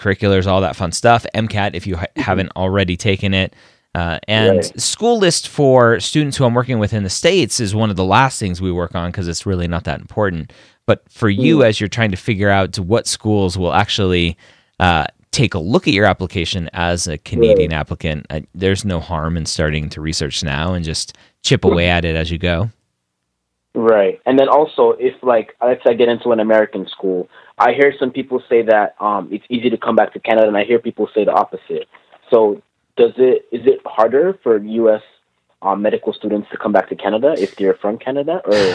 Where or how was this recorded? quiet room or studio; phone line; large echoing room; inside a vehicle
phone line